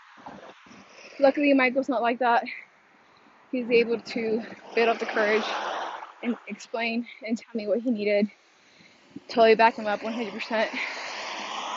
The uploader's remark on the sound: I recorded while I was walking home from the gym, cara are loud and I had headphones